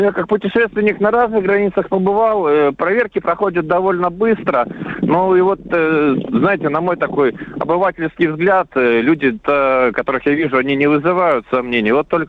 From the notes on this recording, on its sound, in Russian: Репортаж с границы. Едущие из Казахстана в Россию люди говорят.